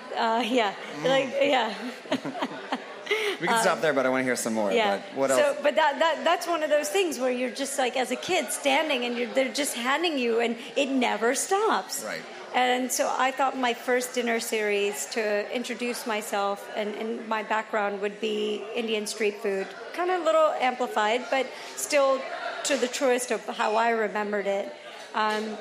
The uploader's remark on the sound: Live from Northside Fest. Hosts a very special live taping at Brooklyn's 9th annual Northside Festival.